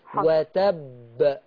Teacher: هضغط الشفة عشان تبان القلقلة أقوى، لأن الحرف مشدد